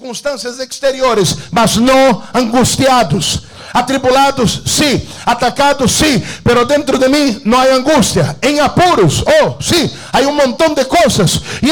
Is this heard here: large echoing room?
yes